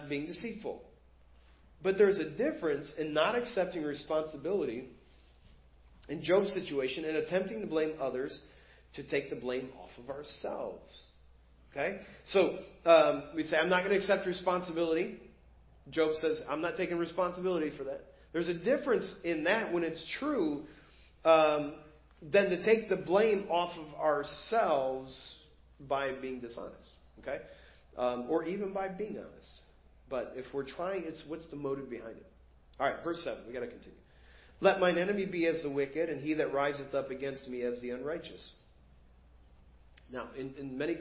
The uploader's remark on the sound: Preached at First Baptist Church of Hazel Park